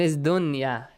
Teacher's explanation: So, dunya is the exceptional case, and idgham, we do not apply the rule idgham, even if we have noon sakin plus ya